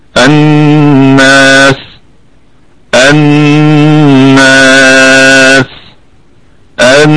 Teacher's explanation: يعني نقول الثلاثة بالسكون الناس الناس الناس هكذا. وكمان نأتي بالهمس في السين مع الرخاوة، همس ورخاوة لأنها ستكون ساكنة، وكمان وجه بالروم لأنها مخفوضة.